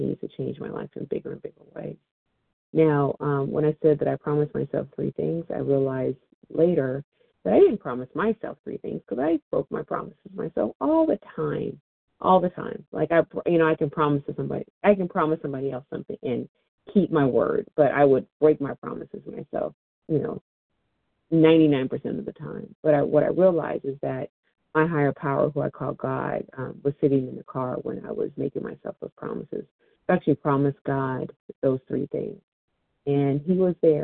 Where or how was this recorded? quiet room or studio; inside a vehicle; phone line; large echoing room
phone line